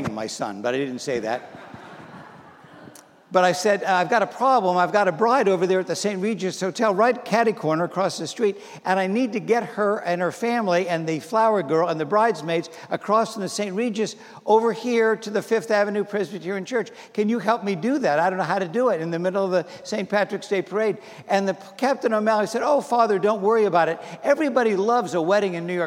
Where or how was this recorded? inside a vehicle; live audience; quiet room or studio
live audience